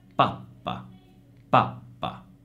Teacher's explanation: maggiore velocità nella pronuncia della vocale A che dà proprio questa idea, questo suono della doppia